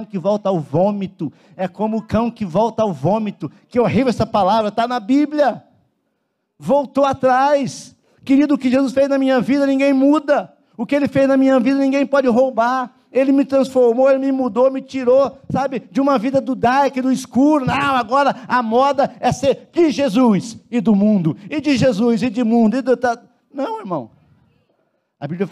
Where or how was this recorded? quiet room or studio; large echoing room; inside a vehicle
large echoing room